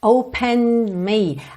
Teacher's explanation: Atenção que o E final do opened não é pronunciado.